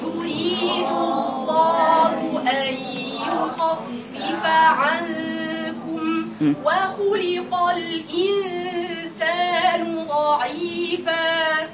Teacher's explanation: قراءة حرف الخاء الذي هو مستعلى فقط وليس مطبق